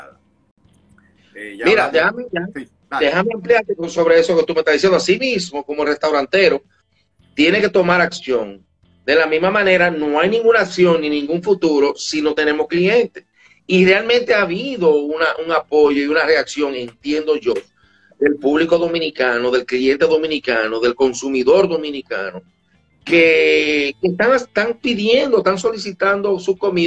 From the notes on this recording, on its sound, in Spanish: En abril 30 del 2020 hice un Instagram Live